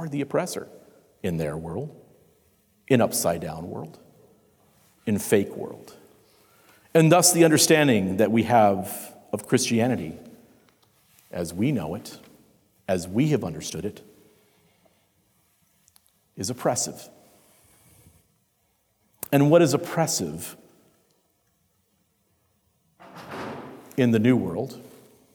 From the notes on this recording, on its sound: Concluding discussion at the 2020 Sovereign Nations Conference. The Great Awokening Conference, Session 5.